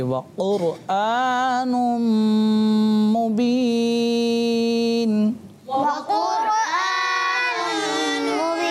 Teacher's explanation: قاف حروف مستعلیہ میں سے آتا ہے اس کو پر پڑھیں گے